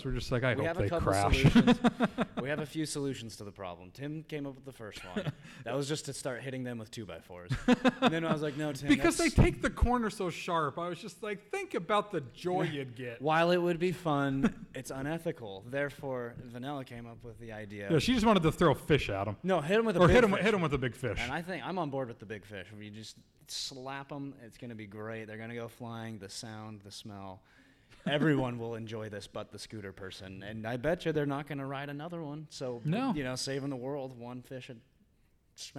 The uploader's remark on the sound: Today's episode is LIVE from 2018 San Diego Comic-Con! Took the show back to San Diego for our 4th year with our first panel exclusive!